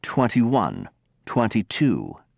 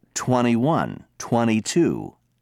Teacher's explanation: Brits say 21, 22, and so on. But Americans drop the T · Shown in: second take